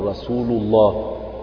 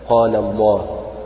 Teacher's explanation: فالمهم أن لفظ الجلالة إذا سبق بفتح أو ضم يفخم